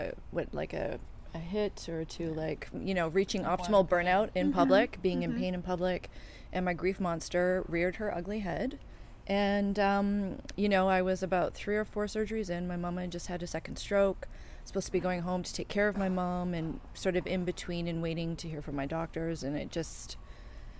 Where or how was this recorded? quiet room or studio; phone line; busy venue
busy venue